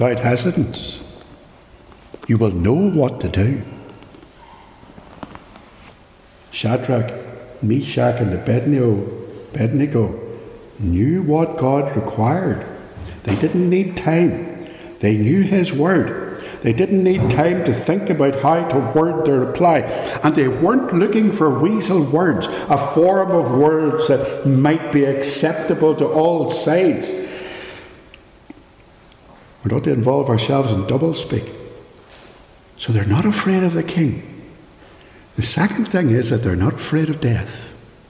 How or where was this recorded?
large echoing room